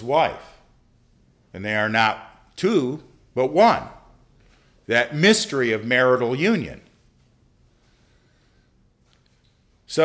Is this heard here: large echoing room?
yes